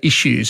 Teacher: But we tend to say issues. We put a sh instead of s sound.